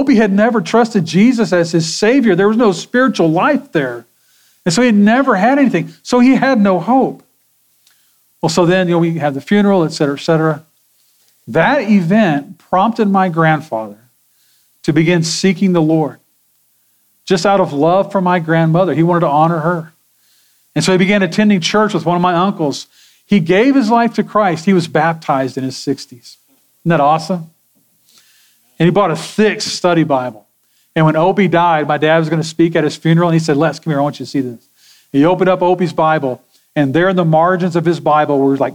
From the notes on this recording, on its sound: Sermon audio from Sunday, February 25, 2024.